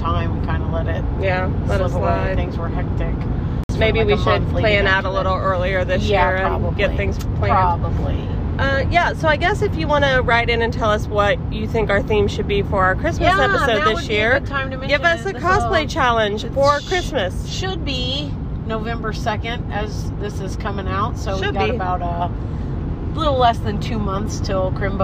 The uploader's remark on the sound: On a road trip home from The Saint Louis Renaissance Festival.